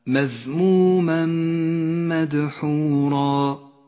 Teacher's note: بنفس الآية الإدغام بغنة في قوله تعالى مذموما مدحورا، التنوين وبعده حرف الميم، يدغم التنوين بحرف الميم فيسقط من اللفظ